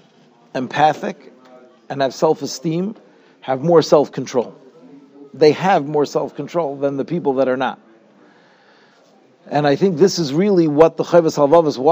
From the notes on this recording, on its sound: Shiur recorded in Yeshivas Ohr Reuven, Monsey, NY.